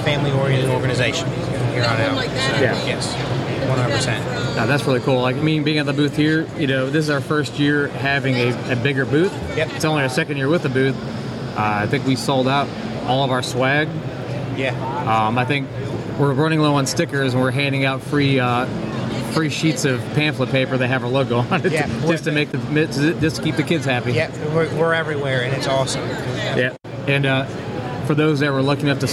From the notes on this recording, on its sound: live at the SC Fire-Rescue conference